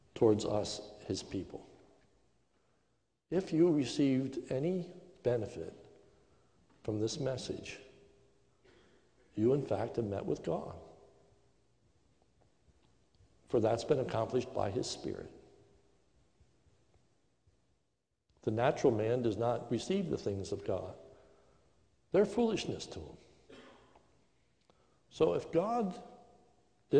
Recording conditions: large echoing room